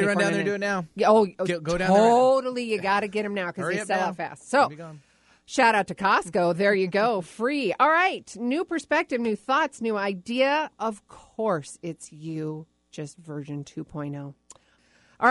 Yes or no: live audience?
no